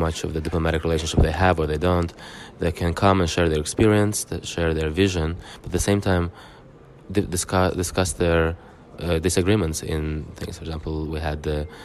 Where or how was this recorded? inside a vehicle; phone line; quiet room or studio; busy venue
busy venue